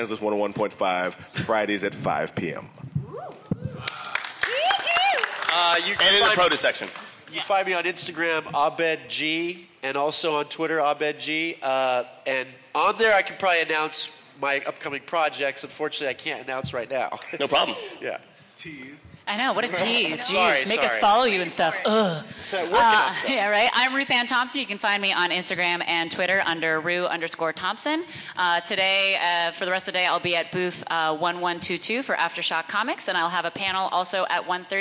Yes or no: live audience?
yes